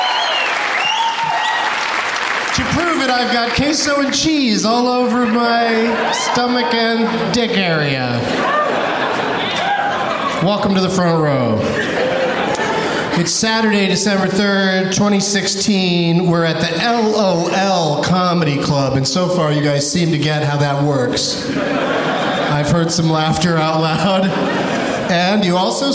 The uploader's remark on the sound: Live from the LOL Comedy Club in San Antonio